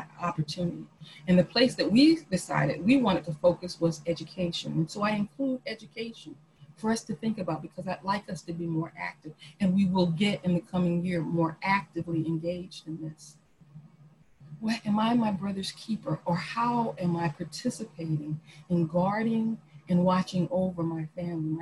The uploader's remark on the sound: Our Zoom streamed service